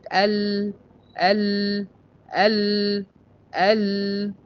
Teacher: حرف اللام يخرج من أدنى حافتي اللسان إلى منتهى طرفه